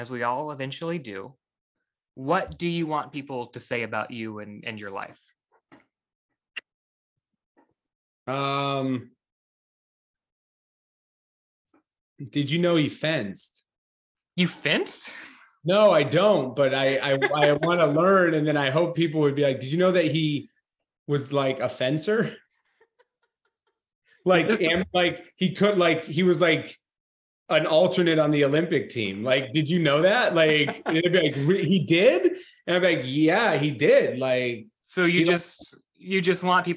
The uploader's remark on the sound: all before Zoom cuts us off